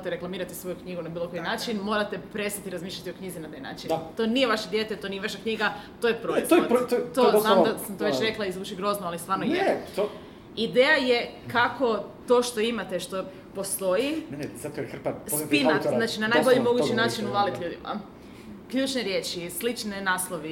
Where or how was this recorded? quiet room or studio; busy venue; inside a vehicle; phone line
busy venue